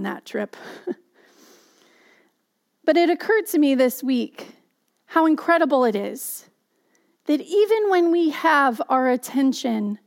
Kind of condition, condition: setting, large echoing room